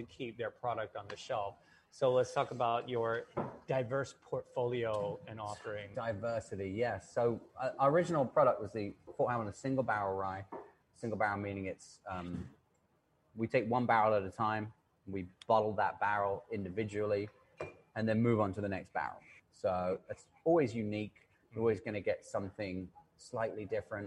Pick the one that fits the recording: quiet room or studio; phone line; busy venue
busy venue